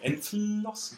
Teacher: Not the L, not the American L, but the Italianate front L.